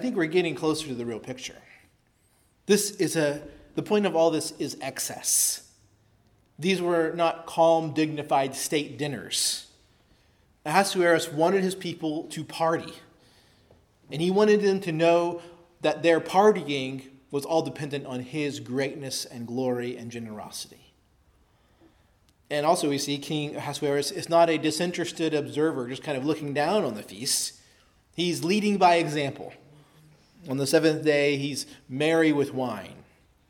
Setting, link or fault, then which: setting, large echoing room